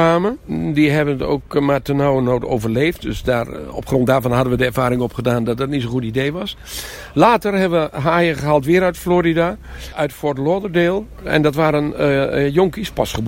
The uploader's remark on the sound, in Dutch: Wandeling door het Noorder dierenpark